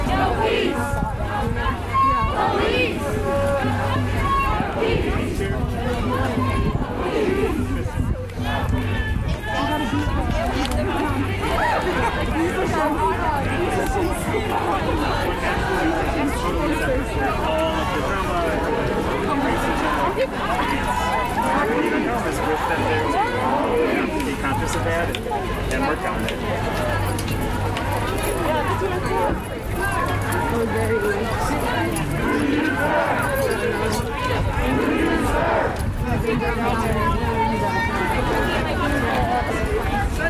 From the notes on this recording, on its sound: The audio recorded at a peaceful march that took place in Upper Arlington, Ohio on June 4. You can hear the voices of hundreds of people who are hurting but united in hope for the world to change for the better.